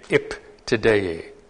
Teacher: Any Arab hears that as a B. And it only sounds like a P because the next letter is a voiceless consonant, namely T.